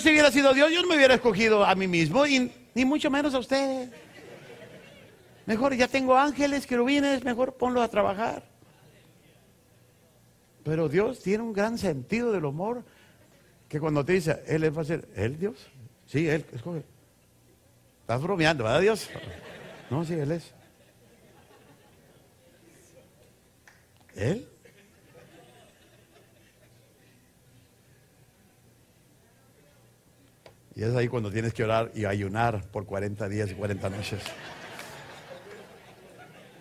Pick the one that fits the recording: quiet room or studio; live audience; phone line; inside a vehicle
live audience